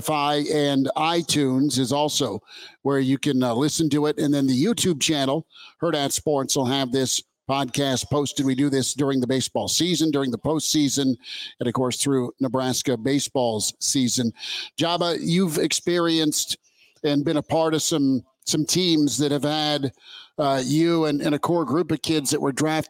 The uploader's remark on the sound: From the Hurrdat Sports Bar and Grill as they record a live podcast ahead of Game One of the World Series.